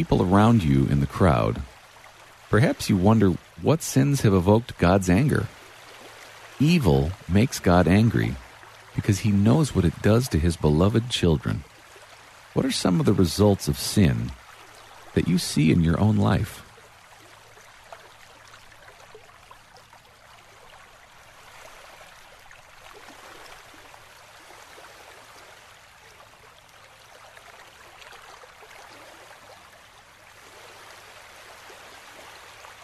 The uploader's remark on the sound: Relax to the sounds of nature.